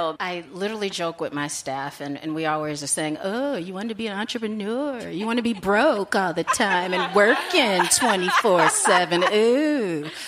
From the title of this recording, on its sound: Live from BravoCon